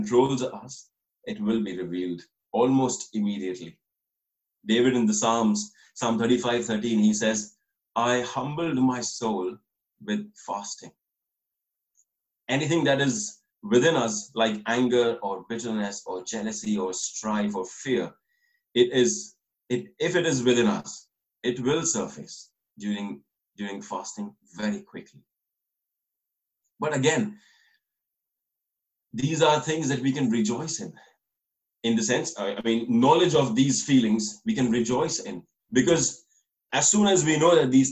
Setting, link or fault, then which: link, video call